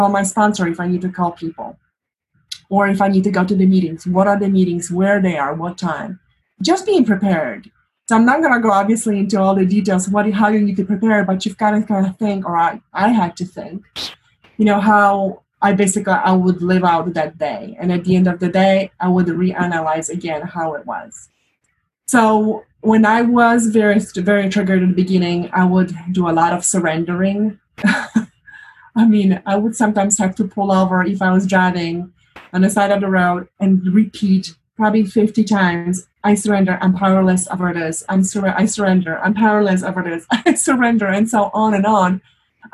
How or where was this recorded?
video call